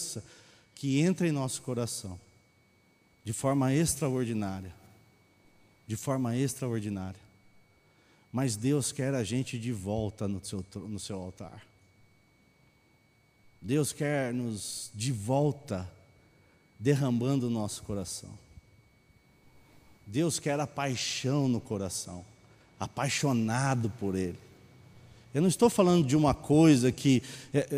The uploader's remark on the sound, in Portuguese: Mensagem gravada na Bíblica de Botucatu